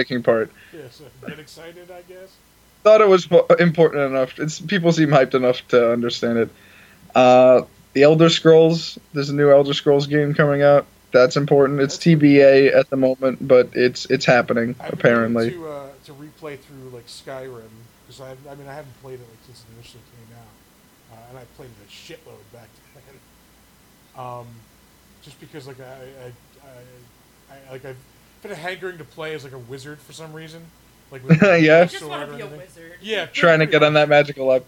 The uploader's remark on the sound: APOLOGIES FOR THE SOUND ISSUE